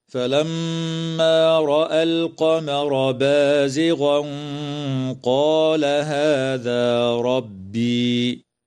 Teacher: التنوين في قوله تعالى بازغا قال حكمه الإخفاء مع الغنة مفخمة